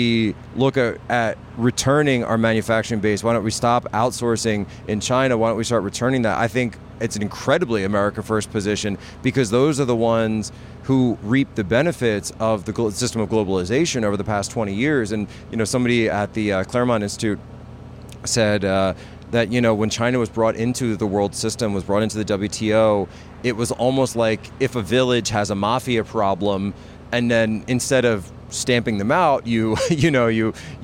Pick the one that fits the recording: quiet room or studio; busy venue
busy venue